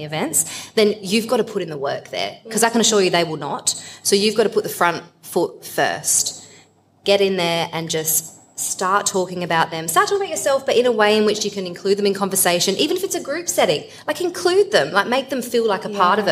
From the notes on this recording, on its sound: Sejuice Podcast hosted its first-ever LIVE event recording in Adelaide in front of an incredible audience last month. Then opened the floor to answer questions from listeners relating to a range of topics.